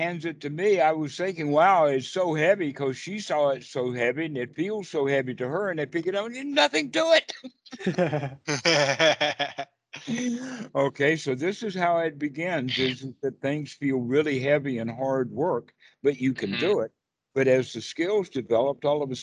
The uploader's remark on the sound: skype calls on this channel